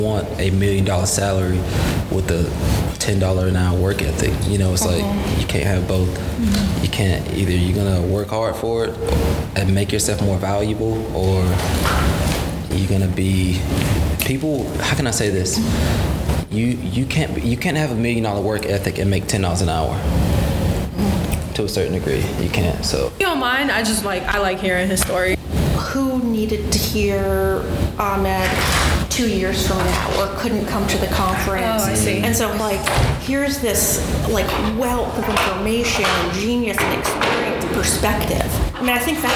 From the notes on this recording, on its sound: Live from the 2019 TRIO Fall Conference.